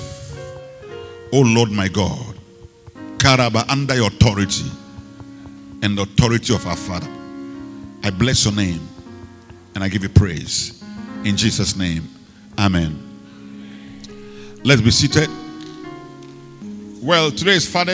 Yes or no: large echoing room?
yes